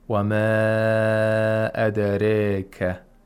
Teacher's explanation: He did taqleel and also tarqiq of the ra. The ra becomes muraqqaq due to the taqleel. And also taqleel means that it's 75% fatha, 25% kasra.